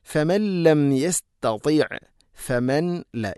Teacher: ഇദ്ഗാം ബിലാ ഗുന്ന, മണിക്കാതെ കൂട്ടിലയിപ്പിക്കണം. ലം യസ്തതിഅ വളരെയധികം ശ്രദ്ധിക്കേണ്ട, ധാരാളം ആളുകളിൽ പലപ്പോഴും അബദ്ധമായിട്ട് വരുന്നൊരു പ്രയോഗമാണത്.